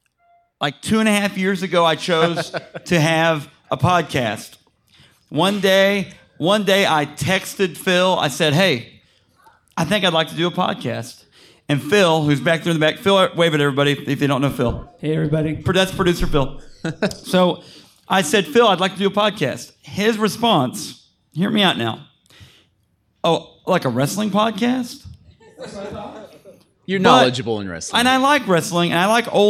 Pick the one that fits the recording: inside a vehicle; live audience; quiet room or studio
live audience